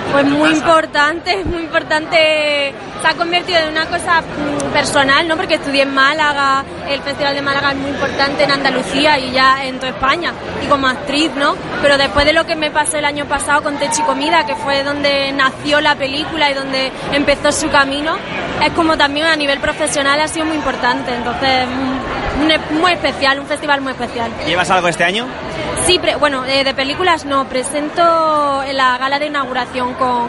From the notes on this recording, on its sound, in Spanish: durante la presentación de la decimonovena edición del Festival de Málaga